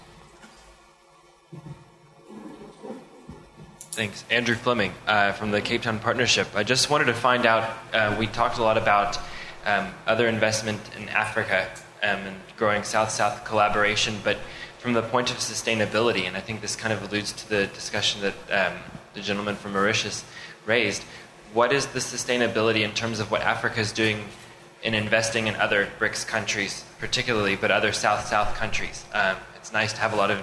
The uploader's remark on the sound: An audio recording of the proceedings of the LSE Cape Town Conference 2014